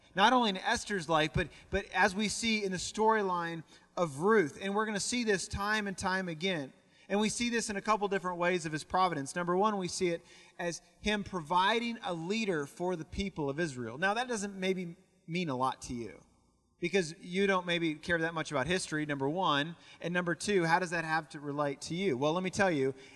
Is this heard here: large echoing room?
yes